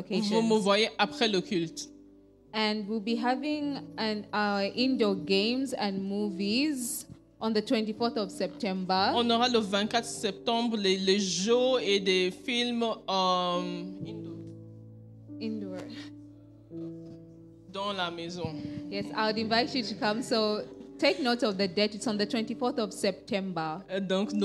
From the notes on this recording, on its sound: Preached during Joyful Hour Sunday Service Rabat.